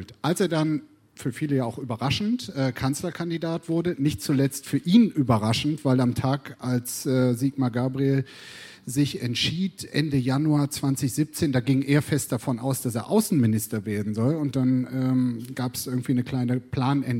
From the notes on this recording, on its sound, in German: 2018 im RP-Zelt beim Campfire-Festival in Düsseldorf.